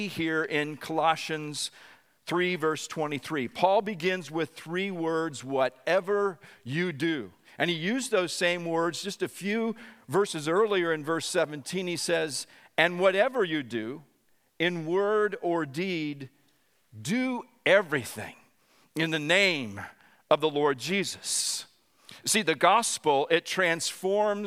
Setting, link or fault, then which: setting, large echoing room